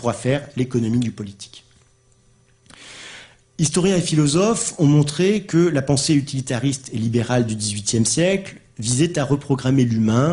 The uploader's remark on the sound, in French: Conférence filmée dans le cadre du séminaire annuel